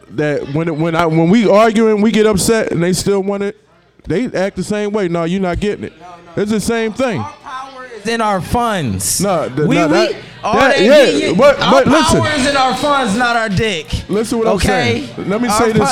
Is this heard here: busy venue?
yes